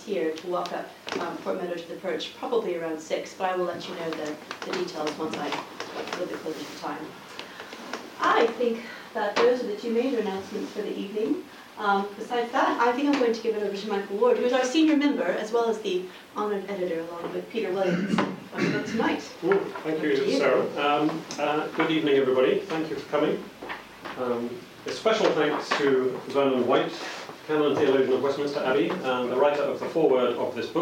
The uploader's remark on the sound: Official book launch at the Oxford C.S. Lewis Society. Recording from the official book launch.